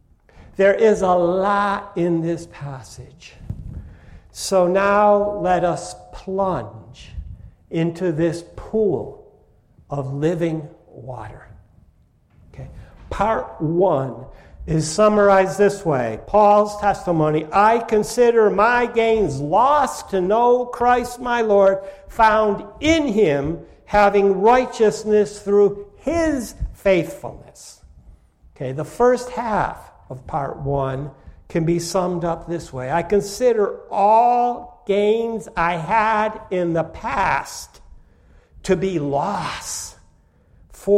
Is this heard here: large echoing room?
yes